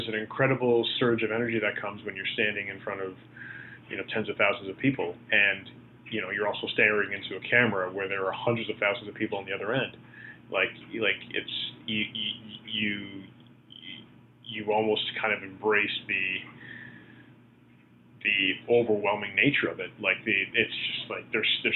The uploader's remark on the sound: On The Phone